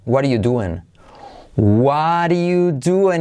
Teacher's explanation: tenemos la T de what, what, que se convierte en R suave